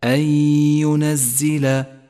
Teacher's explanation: الإدغام بغنة، النون الساكنة وبعدها حرف الياء